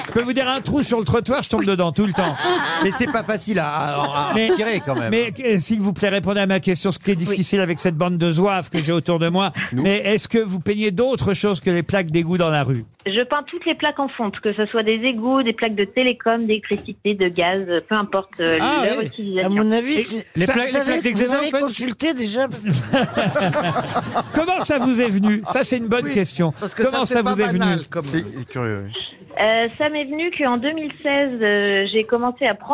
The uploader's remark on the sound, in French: LE COUP DE FIL DU JOUR. Au téléphone des Grosses Têtes.